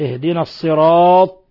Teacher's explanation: ومن الأخطاء تشديد حرف الطاء من الصراط